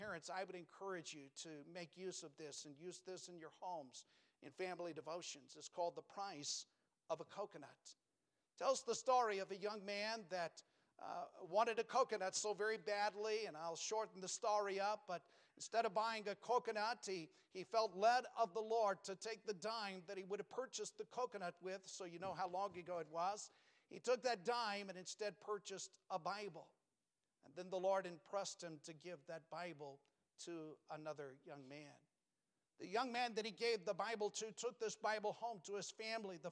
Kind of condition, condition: setting, large echoing room